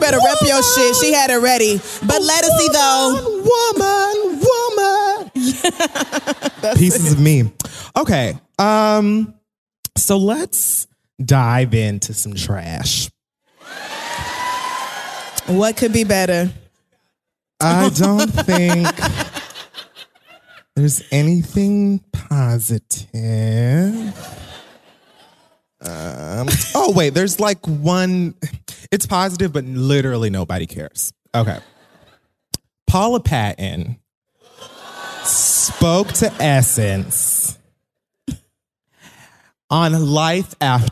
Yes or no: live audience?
yes